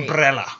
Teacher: I put the accent on the second brel. Syllable. It's the brel that I emphasize.